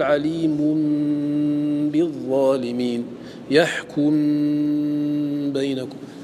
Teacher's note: الشفتان ينطبقان تماما، تأتي بميم خالصة